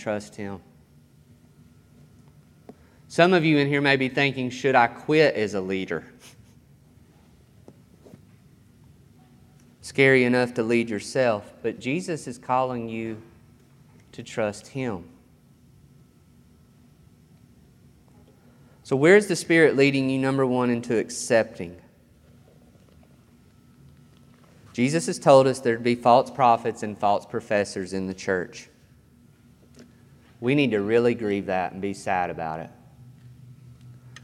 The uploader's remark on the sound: This sermon was recorded on August 8th, 2021 at Matthew's Table Church in Cleveland, TN